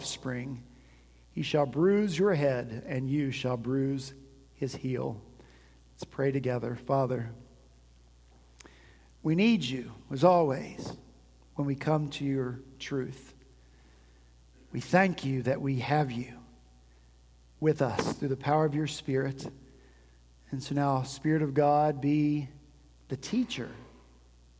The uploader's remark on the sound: At Redeemer Presbyterian Church in Charleston, SC, our senior pastor began this season of Advent with a sermon